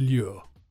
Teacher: It's got a strange pronunciation, as you have to move from a L sound to a Y sound.